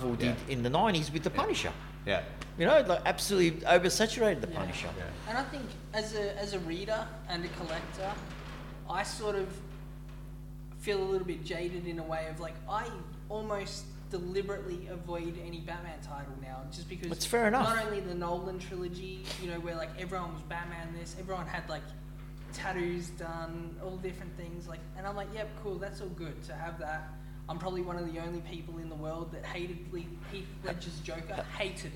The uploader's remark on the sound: In our first face to face episode since start of lockdown. Took the show on the road to the Big City Comics store in West Melbourne.